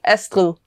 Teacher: it's a soft D, but it's hardly hearable, but it is, you can hear it like Astrid.